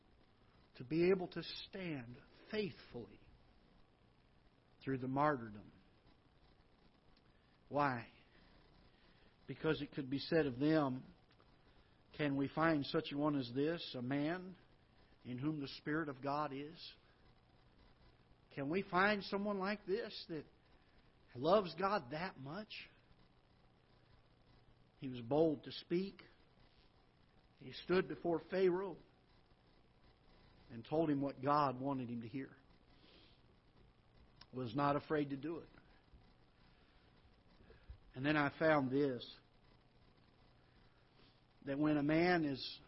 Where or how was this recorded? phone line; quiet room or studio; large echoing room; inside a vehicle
large echoing room